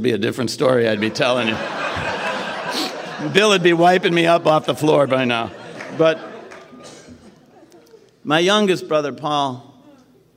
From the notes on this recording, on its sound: Keynote Speaker Saturday Night #2 - Design for Living Nashville 2020.